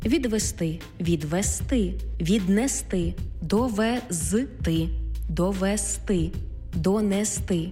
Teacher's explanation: Більшість дієслів в неозначеній формі має наголос на останньому складі.